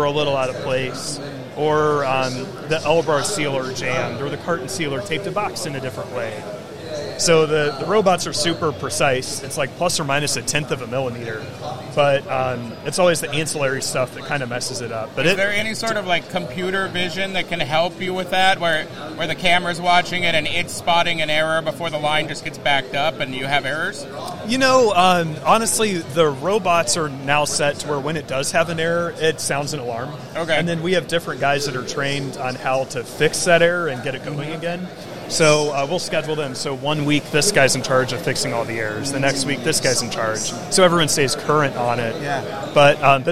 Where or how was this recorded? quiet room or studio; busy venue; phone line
busy venue